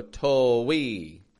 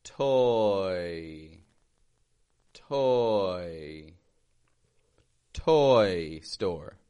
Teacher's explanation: We want to be careful that we don't add a W, a W sound in there · Shown in: second take · but we just make one smooth movement, relaxing the lips as we transition into the glide.